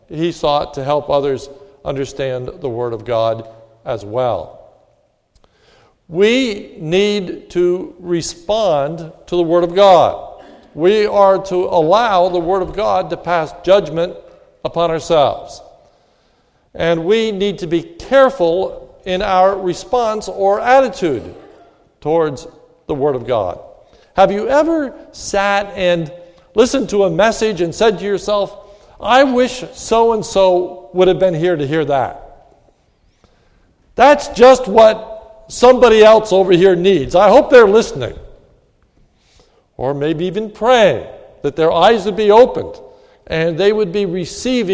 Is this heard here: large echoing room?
yes